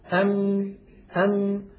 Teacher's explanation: انطباق الشفتين على بعضهما، ويصاحب ذلك غنة من الخيشوم. مجموع هذين العملين يشكل حرف الميم.